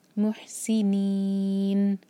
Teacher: آخر میں نون پر ساکن کریں گے تو یہ ہوگا مد اعلی للسکون، تو ہم کھینچ کر پڑھیں گے چار حرکہ